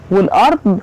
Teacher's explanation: والارض الضاد فخميها شوية